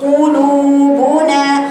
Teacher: قلوبنا النون فقط اللي مناخيري هيتاثر بيها عشان حرف الخيشوم